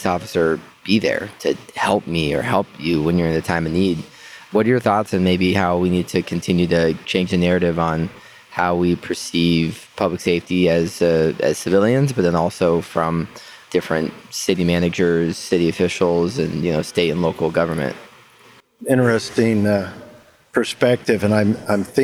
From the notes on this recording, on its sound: Thanks for joining our 16 part FRST Challenge Mini Series recorded at the competition!